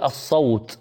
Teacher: الكلام مثلا ككتابتنا هنا هو إطالة الصوت بالواو، إذا أردنا أن نقف على الصوت نقول الصوت بالسكون، وهذا هو الذي يسمى عارض للسكون.